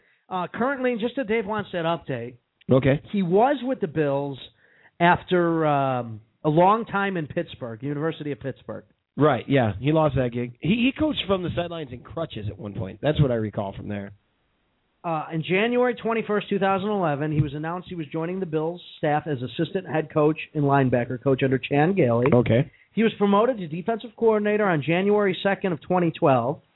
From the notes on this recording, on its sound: called in on this show